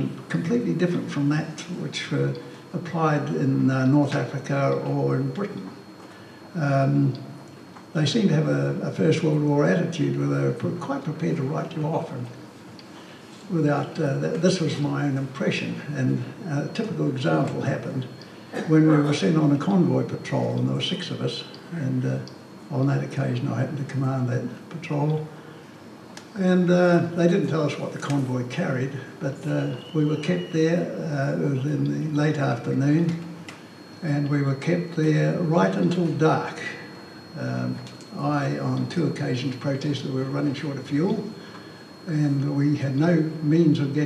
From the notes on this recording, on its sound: This recording was made on the 14th of May 2011 at the Cambridge Club, in Cambridge at the Wings Over New Zealand Aviation Forum’s annual gathering